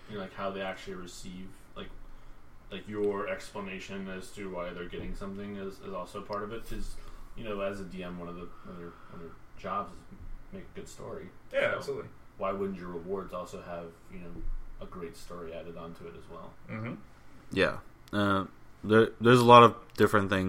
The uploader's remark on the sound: The audio is a bit quiet so for best sound, plug some headphones in.